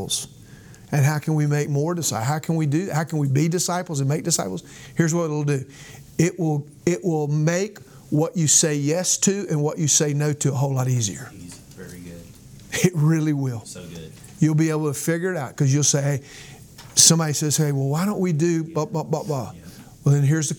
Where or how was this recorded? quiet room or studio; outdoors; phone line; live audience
live audience